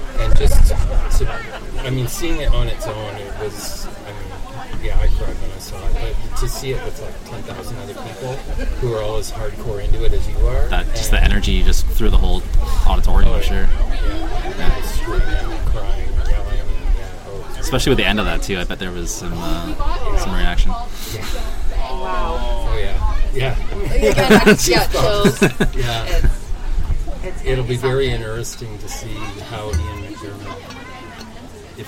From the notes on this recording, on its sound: Live at Star Wars Day 2019. Records live under the heat of twin suns!